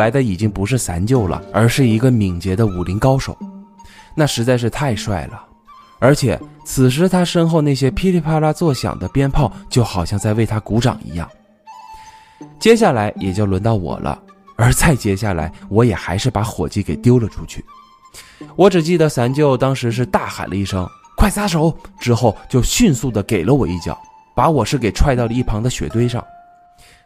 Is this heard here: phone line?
no